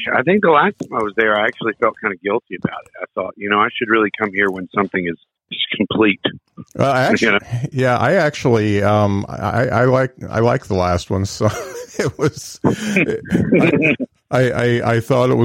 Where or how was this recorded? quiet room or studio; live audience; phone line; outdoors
phone line